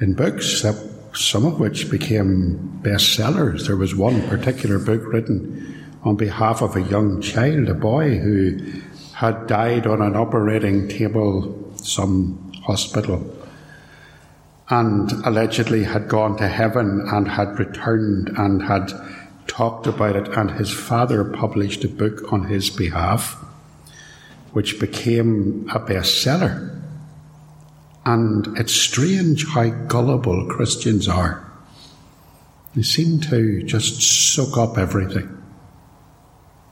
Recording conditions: large echoing room